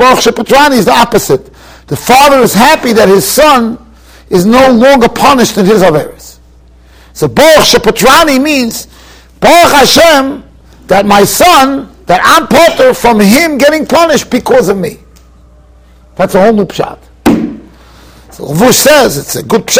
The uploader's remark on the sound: Shiur recorded in Yeshivas Ohr Reuven, Monsey, NY.